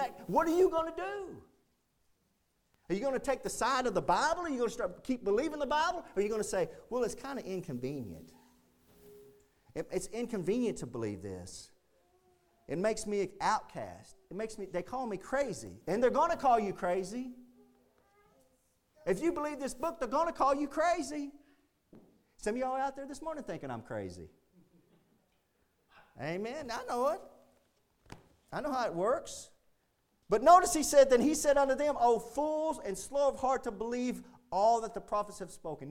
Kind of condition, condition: setting, large echoing room